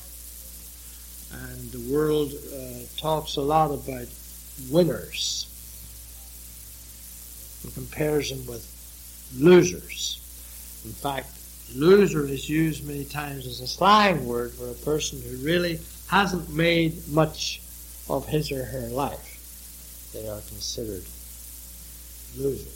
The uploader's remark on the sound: It was preached during the evening service here. It was recently converted from cassette.